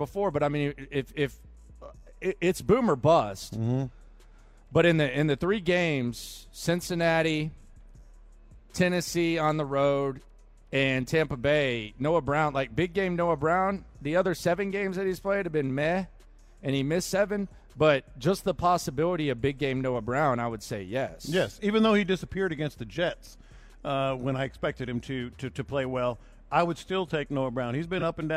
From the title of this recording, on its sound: Live At The Bear Bryant Awards